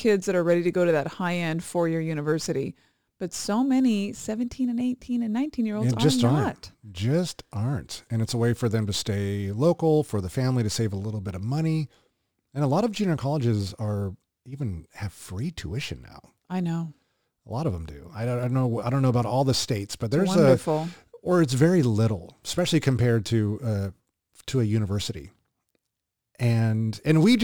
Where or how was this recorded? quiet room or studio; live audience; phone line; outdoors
quiet room or studio